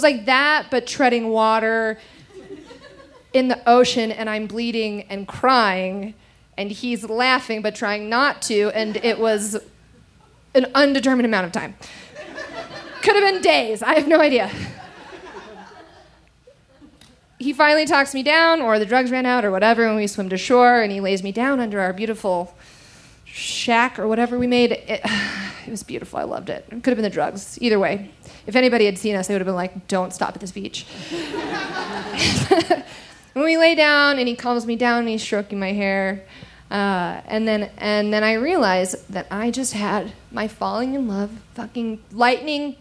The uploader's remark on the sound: recorded live on 21 June 2017 at the Buntport Theater in Denver, Colorado.